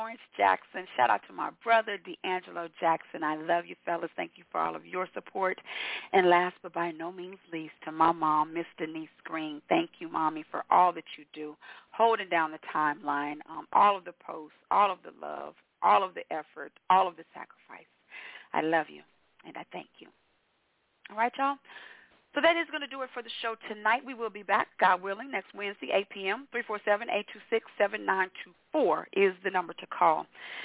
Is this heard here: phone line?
yes